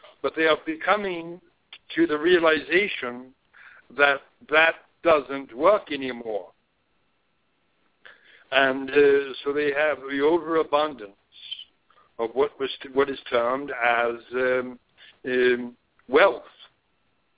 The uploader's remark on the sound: She will do a channeling session live so that callers can call. Personal responses to callers during the special call-in segment. This radio show.